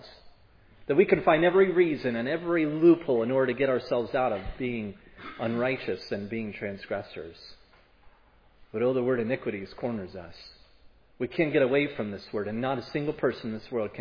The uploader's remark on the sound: preached at Providence Church on Sunday, April 17, 2022